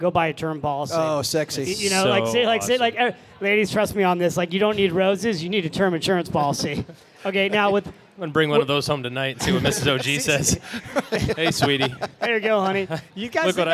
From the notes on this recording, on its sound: Live From FinCon '17. A few lucky listeners in our live audience.